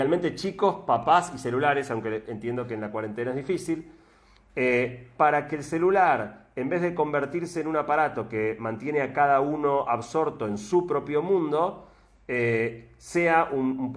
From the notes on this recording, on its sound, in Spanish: compartir el audio de un instagram live